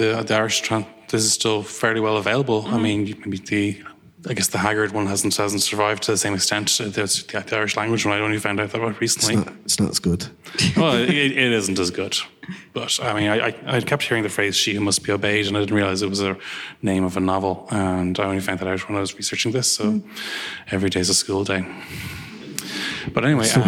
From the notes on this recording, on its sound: With thanks to the Bram Stoker Festival, the Motherfoclóir Podcast was resurrected for one afternoon in October 2022. In this recording of last year's live show.